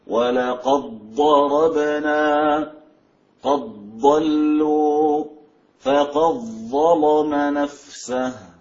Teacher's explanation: أدغم الدال في الضاد والظاء